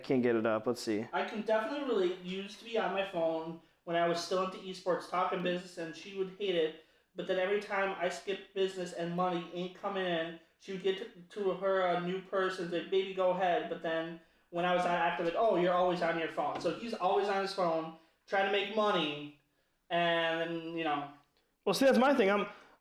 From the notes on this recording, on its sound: Sorry for the audio issues, being our 2nd recording we are learning to prevent the issues, and upgrading our tech to make it even better.